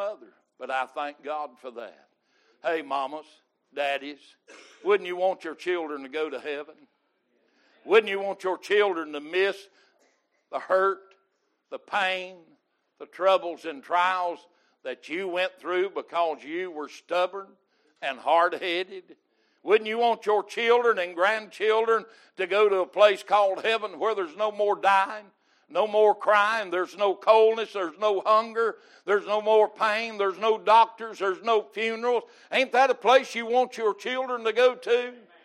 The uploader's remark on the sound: Recorded May 8, 2022 - Sunday Morning Service